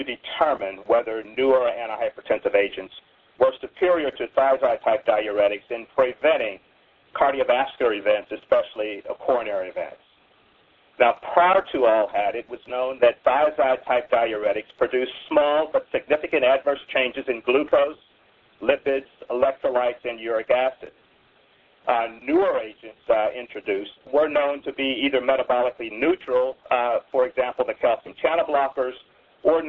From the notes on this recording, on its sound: April 2005 Author in the Room® Teleconference